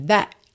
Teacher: Nem chegou a ter o T.